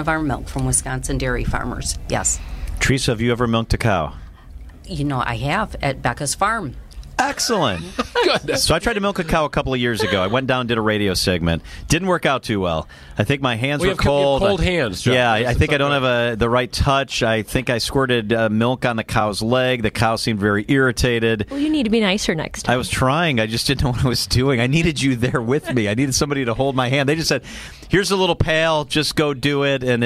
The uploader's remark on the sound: live from the Wisconsin State Fair